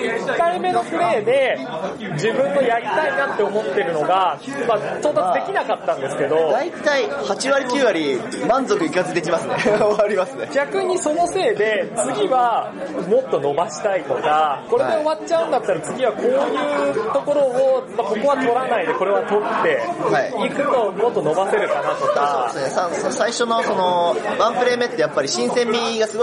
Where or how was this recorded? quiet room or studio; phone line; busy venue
busy venue